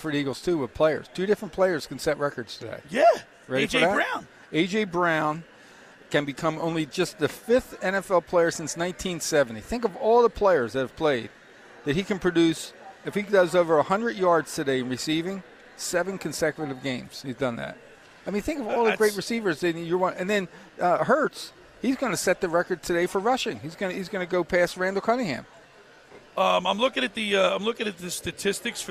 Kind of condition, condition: setting, busy venue